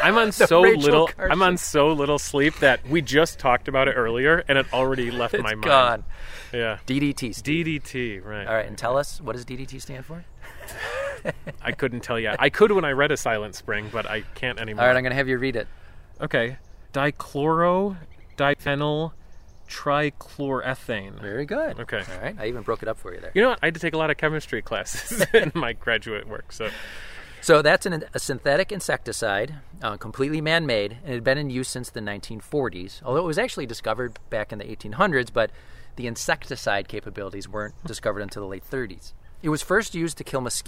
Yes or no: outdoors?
yes